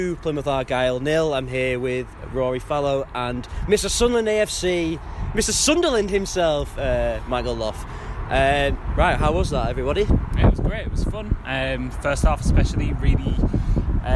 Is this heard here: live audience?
no